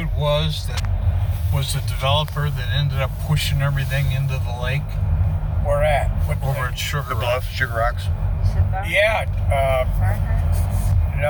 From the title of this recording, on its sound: Catawba Island Driving Tour